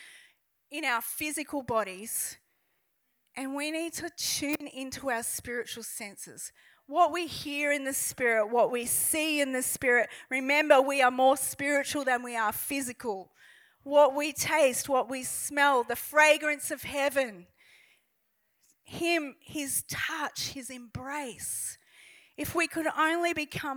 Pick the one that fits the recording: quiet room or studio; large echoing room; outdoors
large echoing room